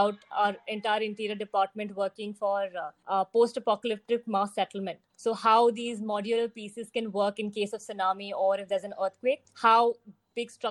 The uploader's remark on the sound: This virtual panel discussion